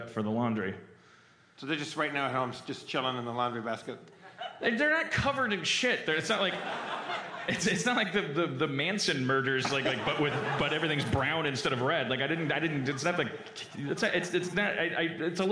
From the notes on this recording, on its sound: LIVE from Just for Laughs Montreal 2016. Harmontown is welcomed by a warm crowd and a sold out show in Montreal.